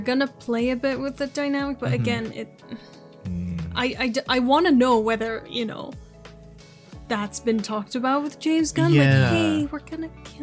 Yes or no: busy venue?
no